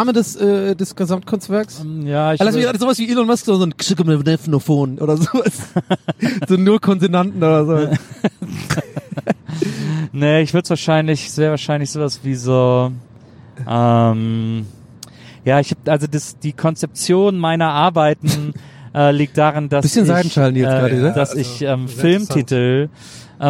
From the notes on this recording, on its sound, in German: Auf dem Weg zur nächsten Show haben wir dieses Mal eine Geisterbahn auf der Autobahn aufgenommen.